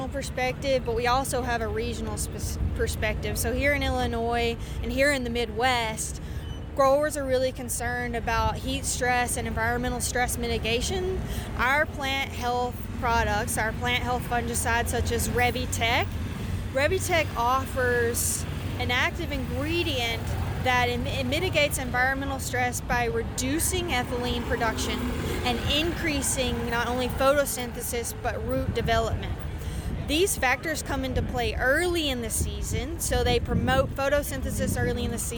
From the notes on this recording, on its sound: Farm Progress Show 2023- BASF. During the 2023 Farm Progress Show.